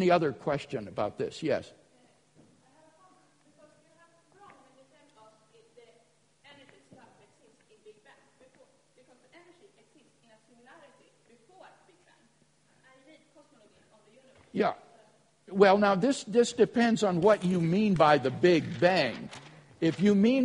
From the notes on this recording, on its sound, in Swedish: Inspelad på Apologias konferens "Till trons försvar" i Betlehemskyrkan, Stockholm 2012-04-21 på förmiddagen.